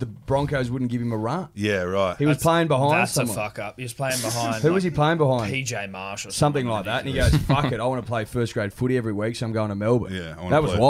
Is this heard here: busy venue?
yes